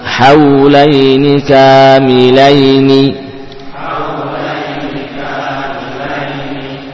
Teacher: Digabung seluruhnya haulaini begitu terucap nun kasroh satu harokat langsung berpindah ke huruf berikutnya haulaini kamilaini jadi tersambung suaranya.